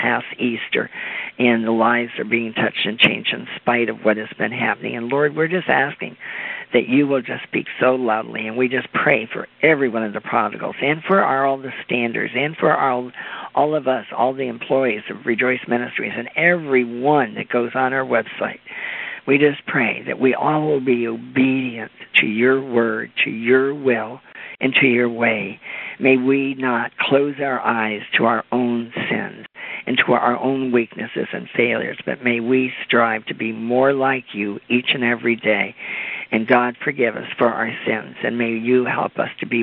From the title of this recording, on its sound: CONFERENCE CALL